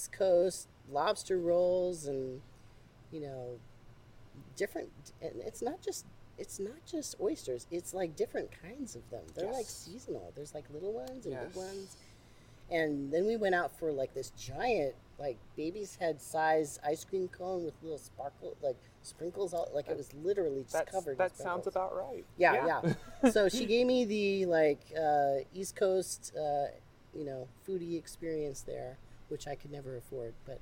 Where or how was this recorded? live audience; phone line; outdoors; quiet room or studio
outdoors